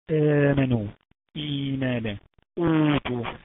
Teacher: آمنوا، إيمانا، أوتوا، زمنه حركتين، حركتين، زي المد الطبيعي · Term: مد البدل